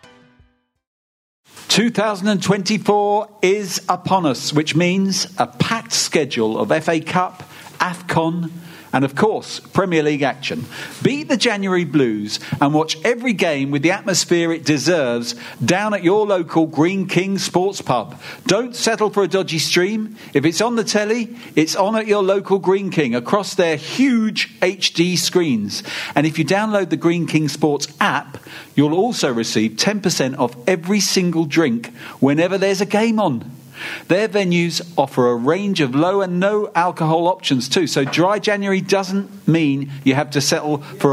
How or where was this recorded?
live audience